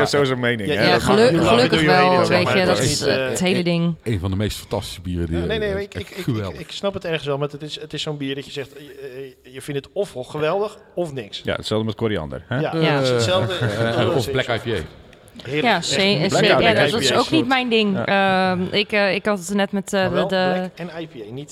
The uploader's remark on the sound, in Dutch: Festival Special #1 Brewda 2023. Daarnaast hebben we nog leuke gesprekken op het festival terrein met bezoekers.